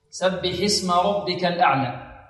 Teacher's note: الراء مفخمة والباء مرققة